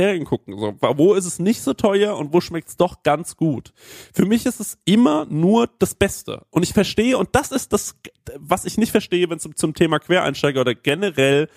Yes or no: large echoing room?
no